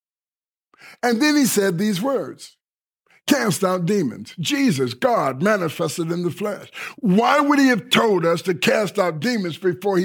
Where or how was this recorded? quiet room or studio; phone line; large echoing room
large echoing room